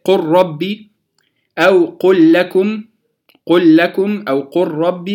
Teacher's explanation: كلاهما تدغم لام الفعل في اللام أو في الراء بعدها، وفي غير هذا تظهر لام الفعل. طيب، انتقلنا بعد ذلك